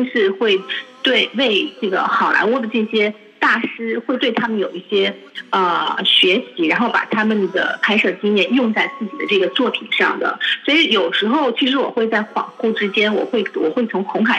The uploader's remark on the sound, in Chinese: 中国国际广播电台电话访谈